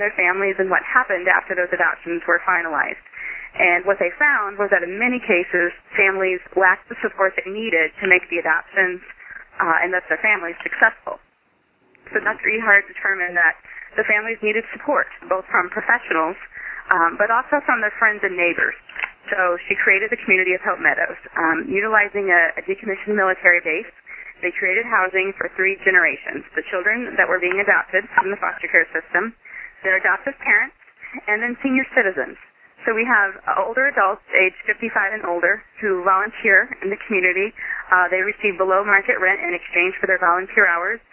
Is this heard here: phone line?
yes